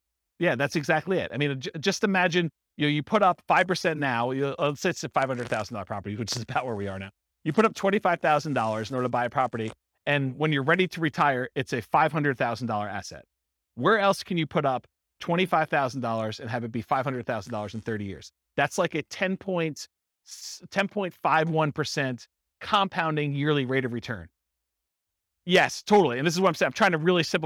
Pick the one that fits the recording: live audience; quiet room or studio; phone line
live audience